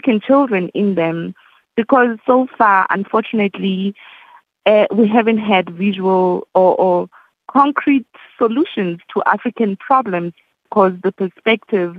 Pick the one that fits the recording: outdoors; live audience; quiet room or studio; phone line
phone line